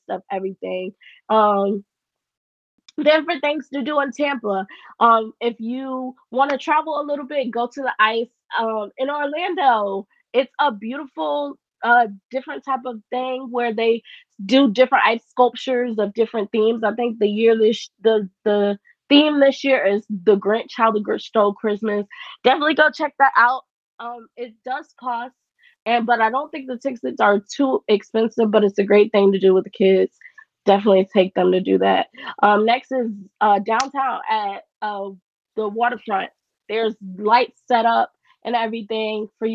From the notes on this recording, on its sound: Not be the best because I had to use my headphones because my mic couldnt be connected, my apologies.